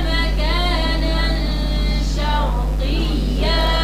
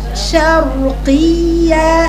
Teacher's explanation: الياء فيها رخاوة وفيها نبر فيها ارتفاع صوت